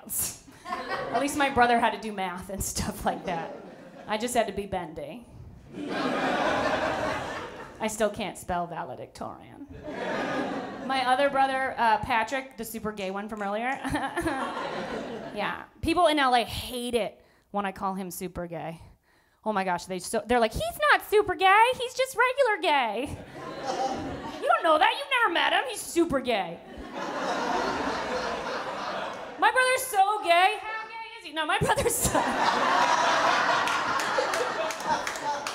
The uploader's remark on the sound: With A Live Audience